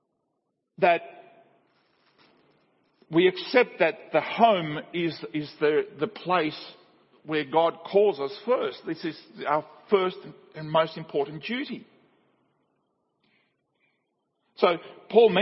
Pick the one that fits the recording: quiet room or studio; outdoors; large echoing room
large echoing room